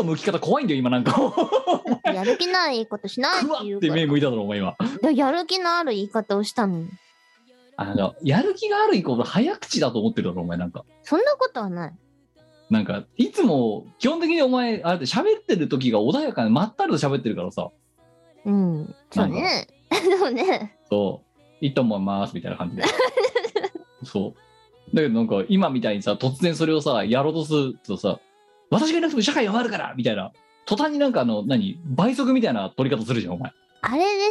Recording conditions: video call